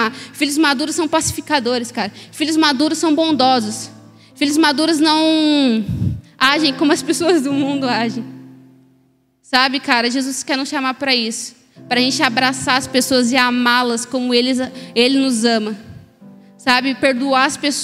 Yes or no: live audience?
yes